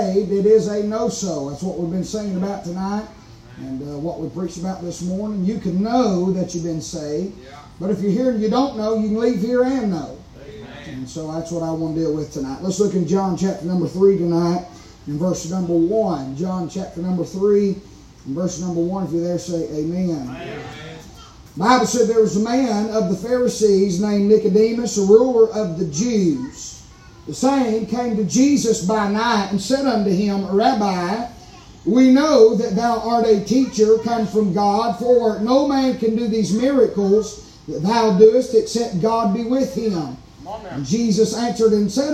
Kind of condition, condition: setting, large echoing room